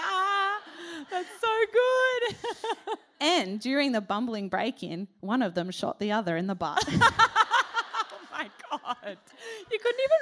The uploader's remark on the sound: this is Part 1 of our sold out Melbourne live show held at Chapel Off Chapel on Dec 15